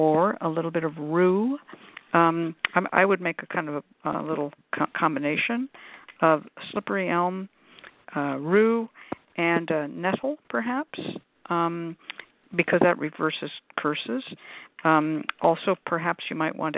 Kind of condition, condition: link, phone line